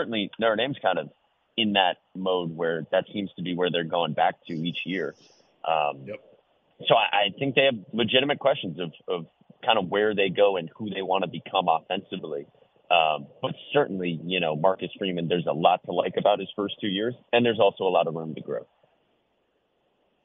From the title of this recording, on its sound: Calls in Live